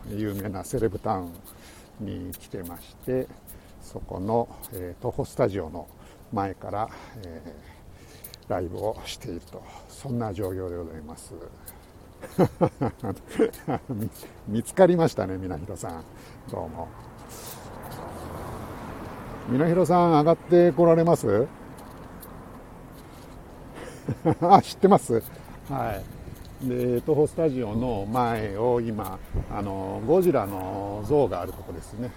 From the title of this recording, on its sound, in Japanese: tokyo walk&eat radio LIVE 東宝スタジオから大蔵大仏